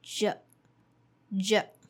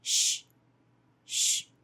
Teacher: it is basically the voiced sound of the sound sh